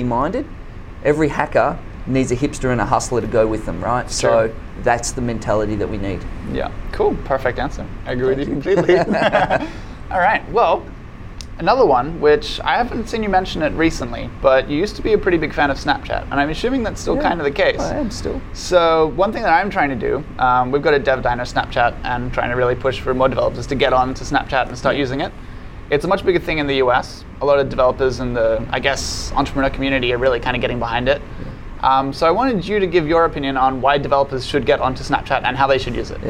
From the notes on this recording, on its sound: This interview was recorded at CeBIT Australia, the Asia Pacific’s largest and longest running business technology event.